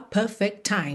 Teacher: perfect, termina em T. Time começa em T. É claro que você faz um T só.